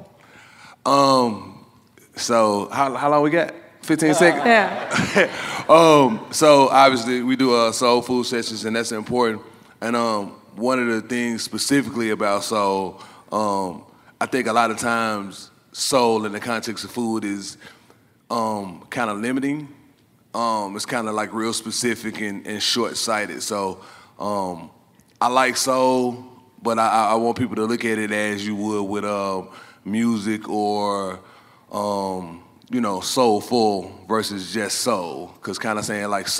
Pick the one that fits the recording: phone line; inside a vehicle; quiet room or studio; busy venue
busy venue